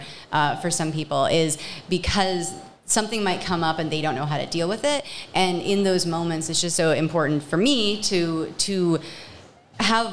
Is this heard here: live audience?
yes